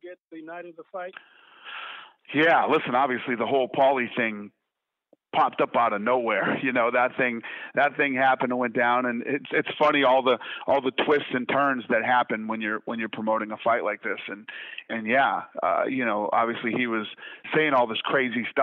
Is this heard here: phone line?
yes